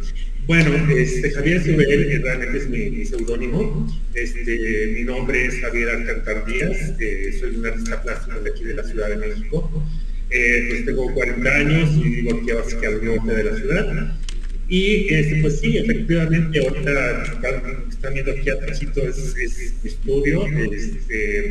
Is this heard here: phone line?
no